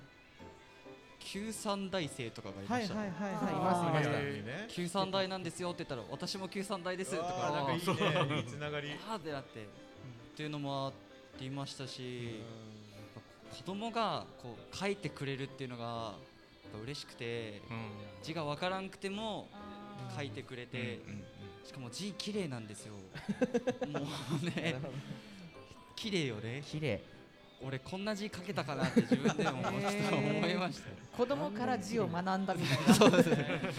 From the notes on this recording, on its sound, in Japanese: 公開収録パート②。ガーデンズ千早1stアニバーサリーで、九州産業大学地域共創学部の学生によるワークショップを開催しました。ちはや公園でどんなことがやってみたいかを来場者の方へ緊張しながら開催しました。また、学生によるMCで公開収録した模様をお届けします。